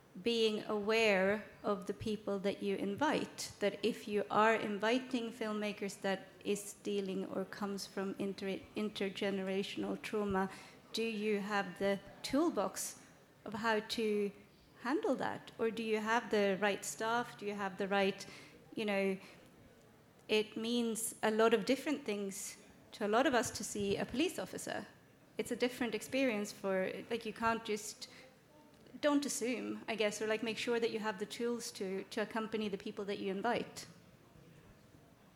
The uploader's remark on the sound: Panel discussion presented at Cannes Docs 2023 at the Marché du Film, Festival de Cannes on May 20, 2023